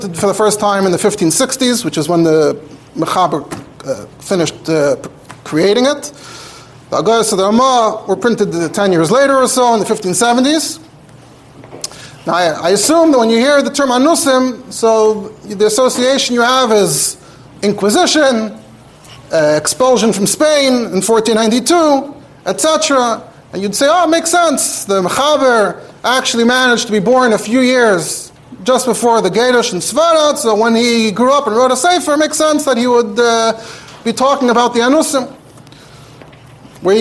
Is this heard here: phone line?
no